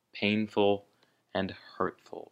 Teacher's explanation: The emphasis on both these words is on the first syllable.